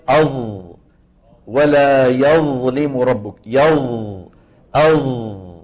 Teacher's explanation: لاحظوا بارك الله فيكم، الحرف المطبق من حيث انحصار الصوت، ينحصر الصوت بالحرف المطبق بين اللسان والحنك، مثلا الظاء.